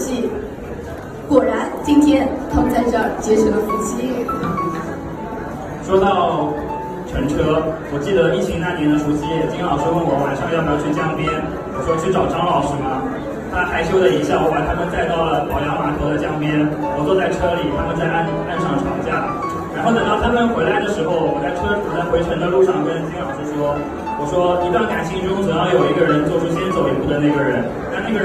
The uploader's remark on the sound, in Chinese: 由于现场录音环境嘈杂。拿手机录的，降噪部分我们已经尽力了。